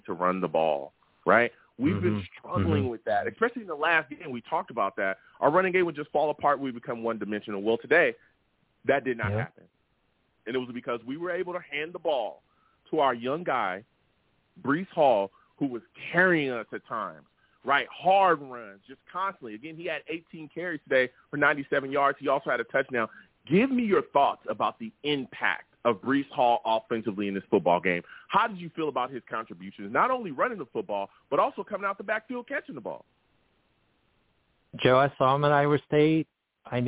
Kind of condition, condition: link, phone line